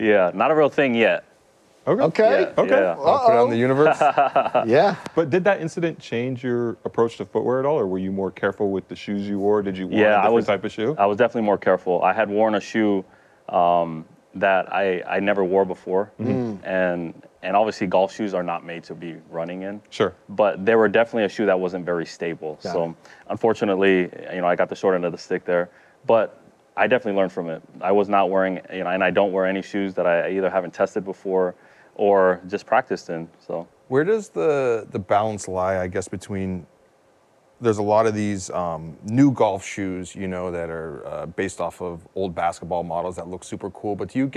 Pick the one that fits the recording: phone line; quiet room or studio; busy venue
busy venue